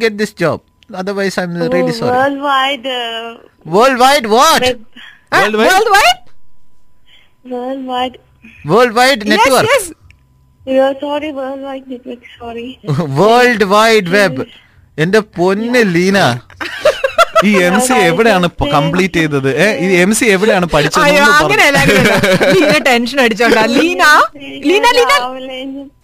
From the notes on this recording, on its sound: Phone in interview.